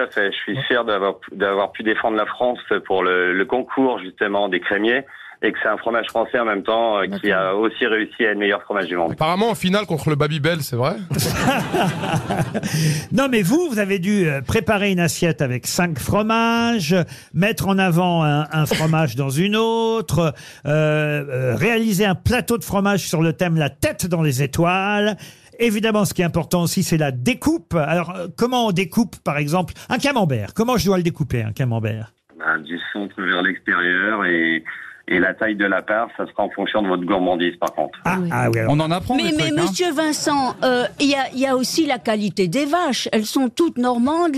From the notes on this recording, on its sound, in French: Les Grosses Têtes ont eu au téléphone le meilleur fromager du monde.